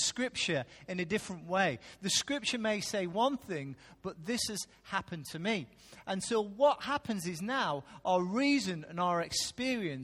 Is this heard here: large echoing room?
yes